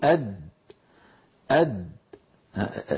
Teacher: لاحظوا الصورة التي على اليمين بارك الله فيكم، هذه صورة لإنسان ينطق حرف الدال ساكنة من غير قلقلة